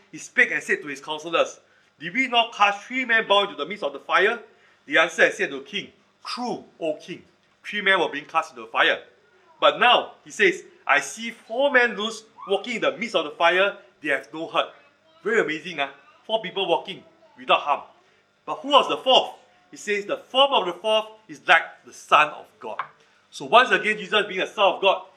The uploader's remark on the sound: Recorded Live/Sermon. Weekly livestream of our worship services.